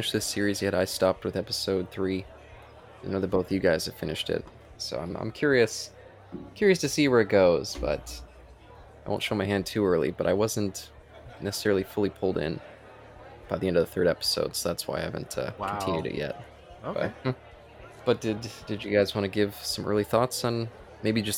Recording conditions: live audience